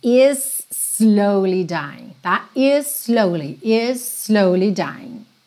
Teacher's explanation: Percebe que is termina em S, slowly começa em S, você não precisa marcar o S duas vezes.